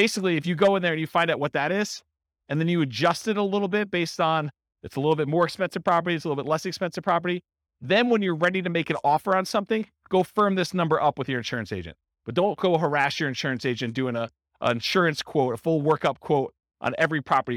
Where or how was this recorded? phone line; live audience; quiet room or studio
live audience